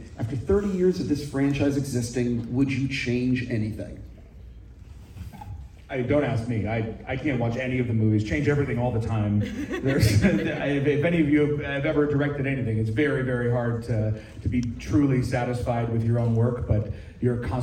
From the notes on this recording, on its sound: we hear the NYC IMAX Q&A